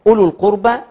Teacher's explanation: الواو حرف المد محذوف نطقا لالتقاء الساكنين